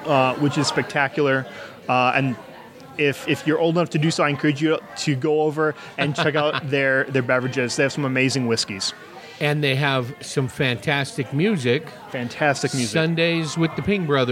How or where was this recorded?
busy venue